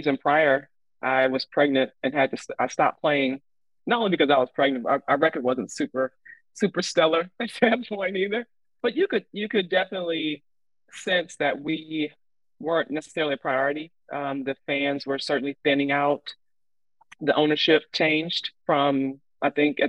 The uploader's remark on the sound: via Zoom